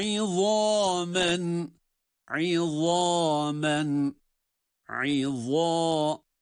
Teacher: Zal harfi de bildiğimiz gibi peltek ve ince okunan bir harf. E izâ künnâ tutarak, sonra da bir elif miktarı med yaparak okuyoruz.